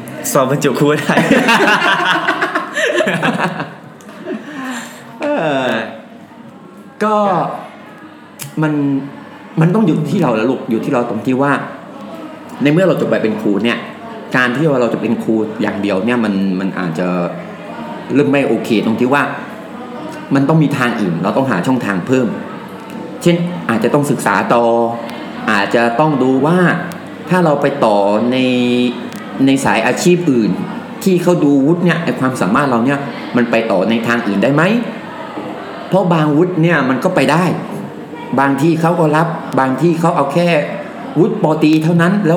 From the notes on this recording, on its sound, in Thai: ตอนบันทึกฝนตกหนัก อาจได้ินเสียงฝนหนักหน่อยนะครับ.